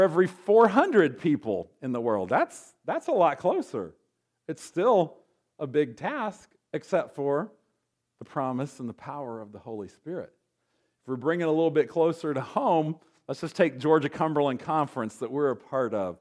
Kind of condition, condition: setting, large echoing room